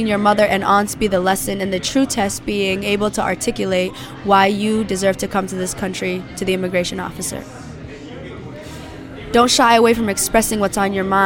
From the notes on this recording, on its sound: The interview was recorded at Forage Market in Lewiston, Maine